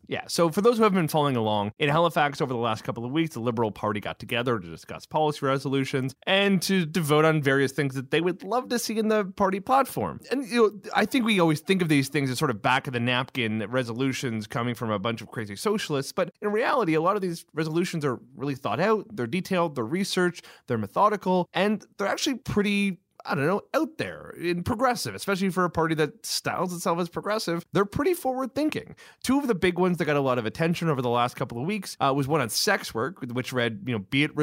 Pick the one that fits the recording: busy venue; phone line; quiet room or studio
quiet room or studio